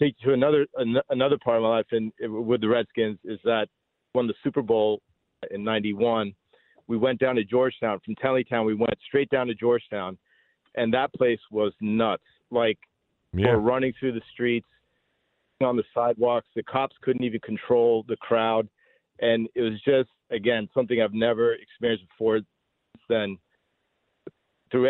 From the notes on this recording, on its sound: takes calls from listeners